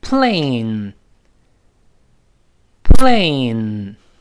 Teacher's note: 又出现了中文中没有的一个音节，就是双元音 A，再加 N 这个鼻音